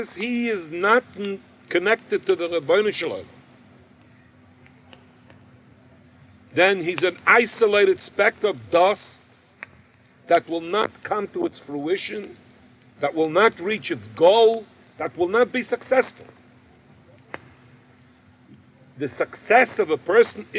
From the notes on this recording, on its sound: Campfire Q&A